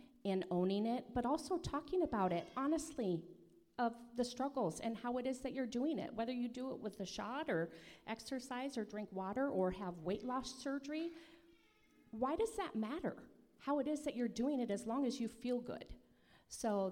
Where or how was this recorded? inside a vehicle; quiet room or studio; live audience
live audience